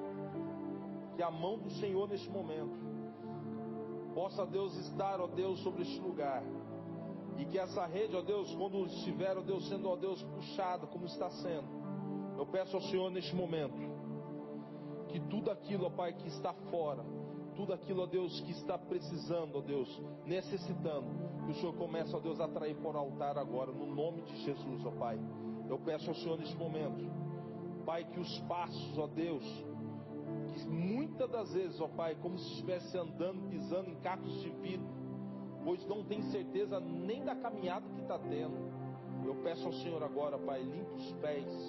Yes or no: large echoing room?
yes